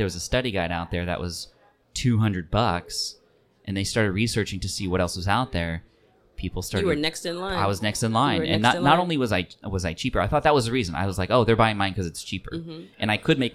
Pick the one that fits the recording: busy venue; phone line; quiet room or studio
busy venue